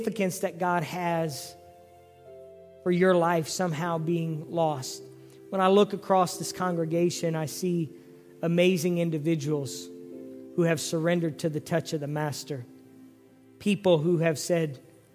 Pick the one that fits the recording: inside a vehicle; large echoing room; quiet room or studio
large echoing room